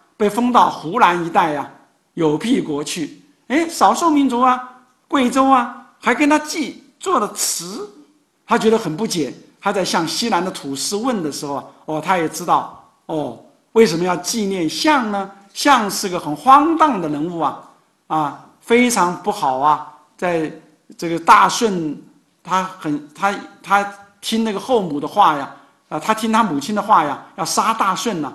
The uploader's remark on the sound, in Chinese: 本音频是由“复兴论坛”系列讲座录音整理而成。